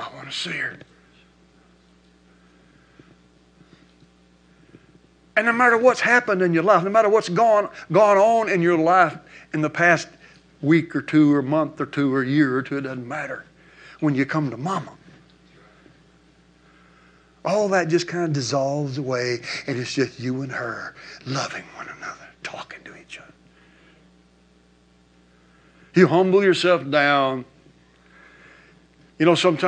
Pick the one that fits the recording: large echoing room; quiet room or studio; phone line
large echoing room